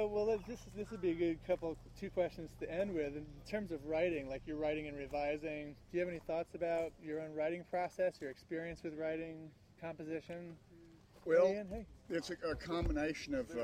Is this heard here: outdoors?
yes